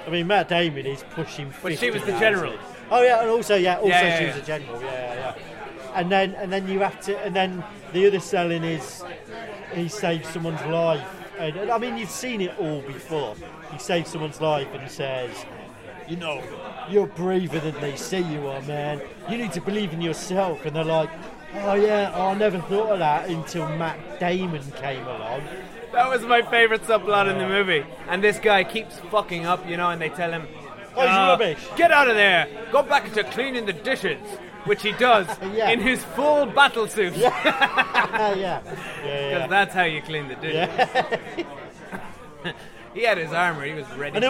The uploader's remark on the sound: This episode contains some cans, pub noise